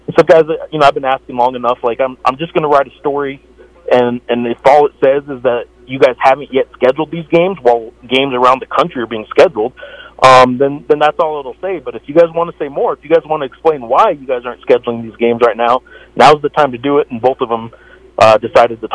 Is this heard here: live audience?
no